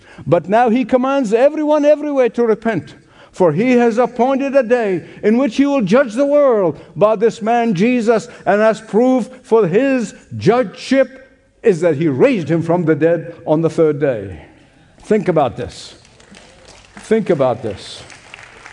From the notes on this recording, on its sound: Radio Special: Hope Ireland: Dublin. Originally broadcast LIVE from The Convention Centre in Dublin, Ireland. This Evangelistic Celebration features Gospel worship with special musical guests.